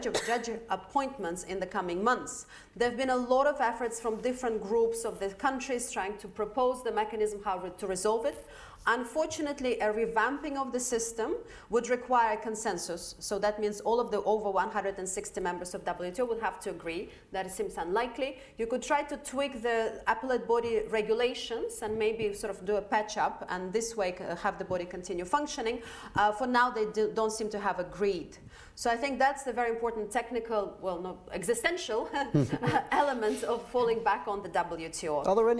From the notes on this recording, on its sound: Was recorded in front of a live audience at our headquarters at the heart of the City of London.